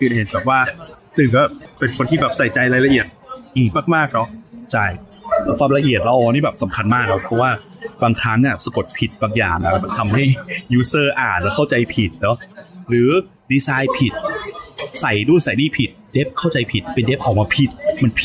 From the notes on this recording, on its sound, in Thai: Ep นี้ไปอัดกันนอกสถานที่ เสียงรบกวนอาจจะดังพอสมควรครับ ต้องขออภัยไว้ก่อนนะครับ